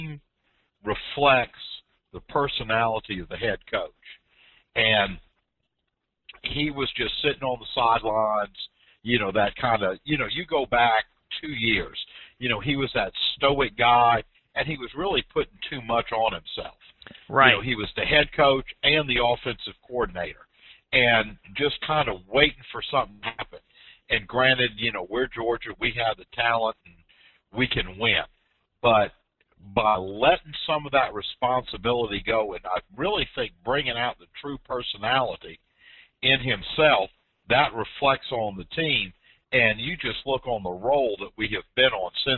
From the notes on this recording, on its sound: Thanks for some great audio comments this week from our callers.